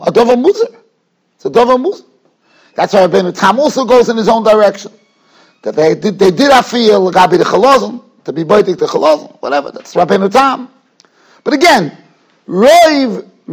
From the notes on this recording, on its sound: Shiur recorded in Yeshivas Ohr Reuven, Monsey, NY.